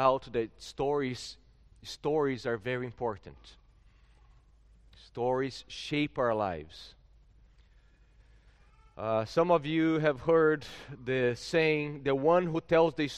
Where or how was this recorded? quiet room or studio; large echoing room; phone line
large echoing room